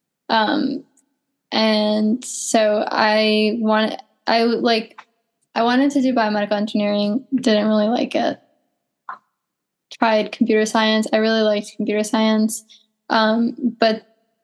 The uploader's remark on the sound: Zoom Coffee Chats